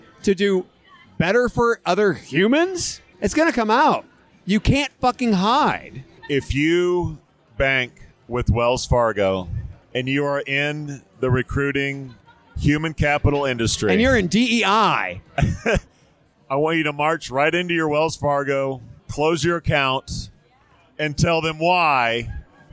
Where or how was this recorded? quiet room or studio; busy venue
busy venue